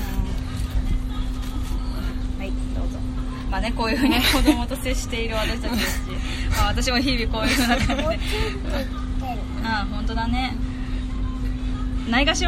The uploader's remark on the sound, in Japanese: 外収録！屋上かまたえん